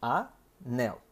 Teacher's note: Primeiro, oxítona. Significa que a sílaba mais forte, a sílaba tônica, é a última